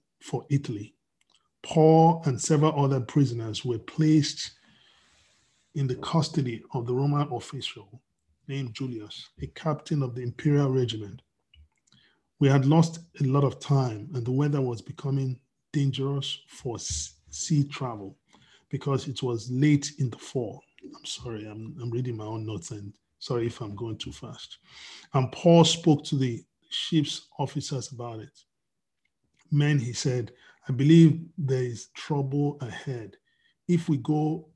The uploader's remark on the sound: We are on Zoom now.